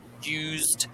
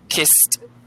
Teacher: So, used, this is Z, so kissed, that's why it ends in a T sound.